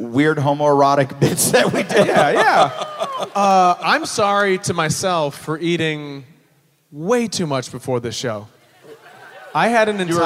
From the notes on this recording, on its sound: Live From Atlanta!